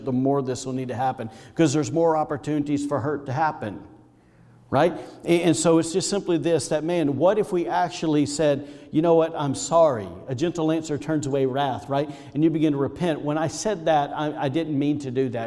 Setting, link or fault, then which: setting, large echoing room